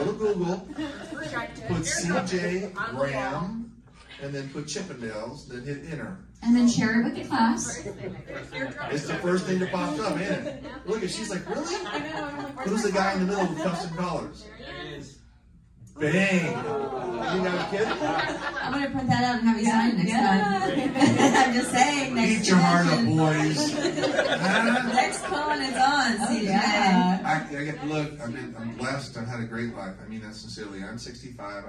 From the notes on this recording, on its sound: Panel recorded at Days of the Dead Chicago on May 15, 2022.